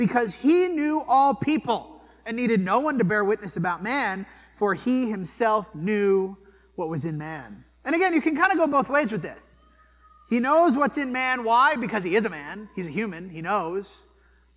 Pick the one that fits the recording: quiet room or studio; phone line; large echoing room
large echoing room